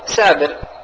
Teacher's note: كذلك نطق الصاد سين يقول لما يقول مثلا صابر يقول سابر تمام. نطق الصاد سينا كثير من العاجم